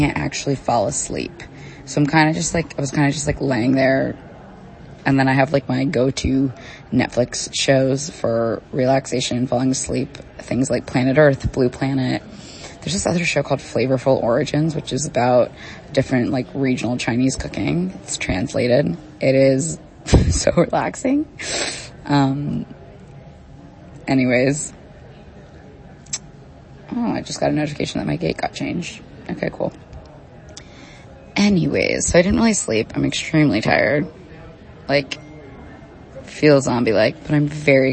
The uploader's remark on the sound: Live from Laguardia. I’m sorry about the breathy audio quality of this voice note, I was trying to be inconspicuous while recording at the airport!!